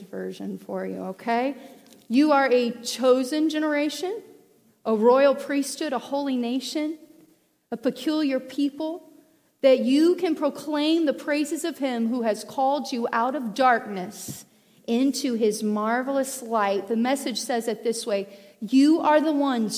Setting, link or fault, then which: setting, large echoing room